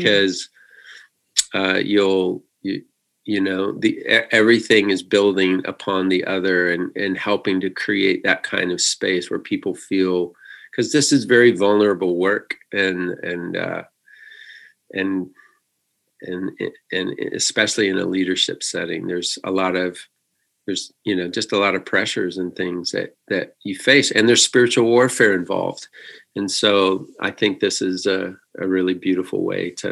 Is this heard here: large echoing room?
no